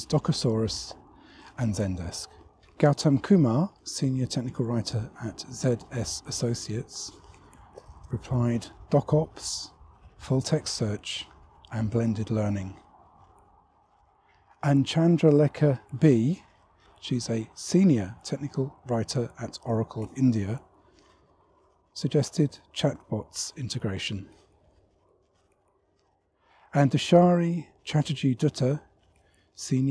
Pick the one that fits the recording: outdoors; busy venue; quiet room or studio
outdoors